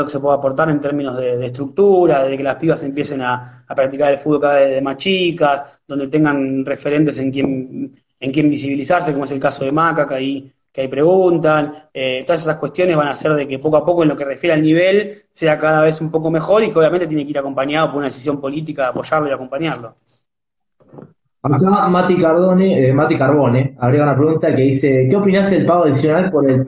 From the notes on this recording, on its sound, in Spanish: una entrevista desde Instagram Live